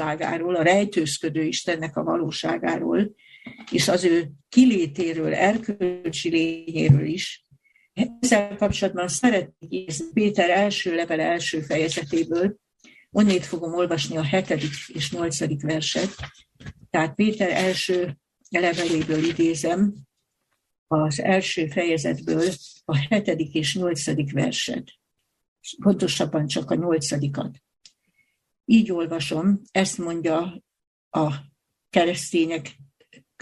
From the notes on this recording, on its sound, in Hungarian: Sola Scriptura TF – Budaörs – Zoom előadás.